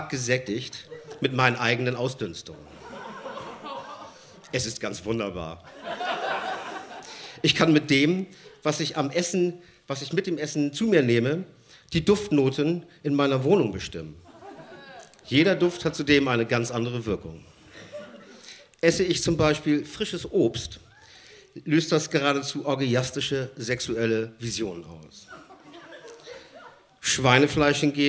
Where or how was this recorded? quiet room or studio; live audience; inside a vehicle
live audience